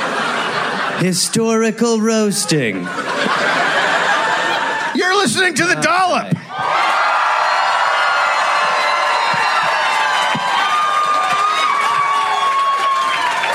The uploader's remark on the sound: Live in Phoenix